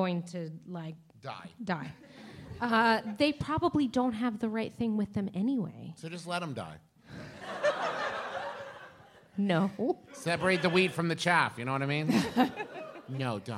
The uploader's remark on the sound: This is PART TWO of our two part episode recorded LIVE at Sketchfest 2018!